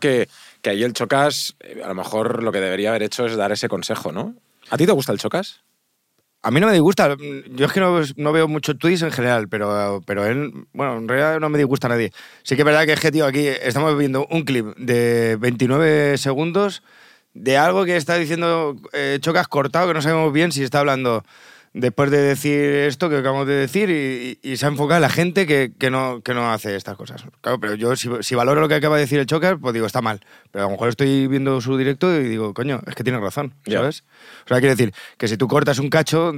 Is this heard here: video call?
no